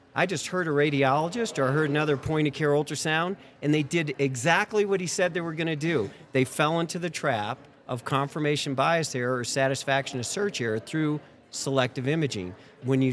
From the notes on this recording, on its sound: IVECCS '23 Day 1 Live Podcast Highlights. We’ll post a short highlights reel every day from our conversations with the amazing speakers at IVECCS '23.